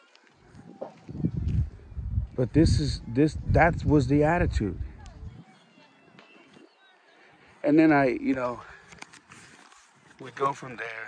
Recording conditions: outdoors